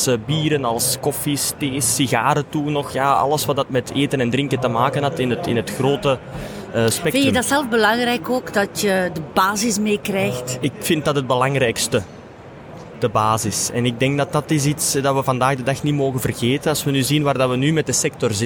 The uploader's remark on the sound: Horeca Expo Live